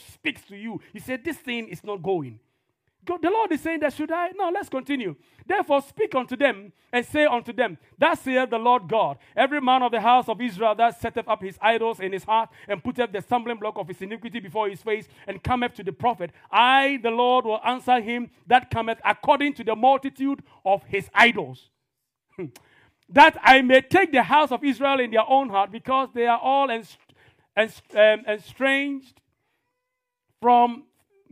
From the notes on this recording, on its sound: This podcast is a live recording of a Sunday Service that took place on the 13th of November 2022.